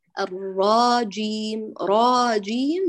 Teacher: جعلت من الراء حرفا ممدودا وهو ليس كذلك